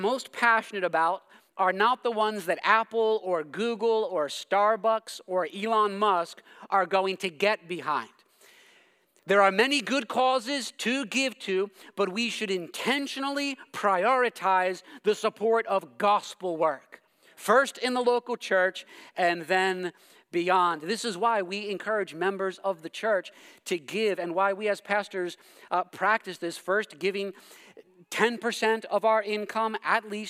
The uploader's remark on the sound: preached this sermon at Covenant Fellowship Church